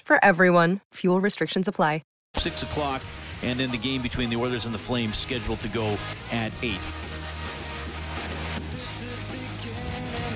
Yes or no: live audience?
no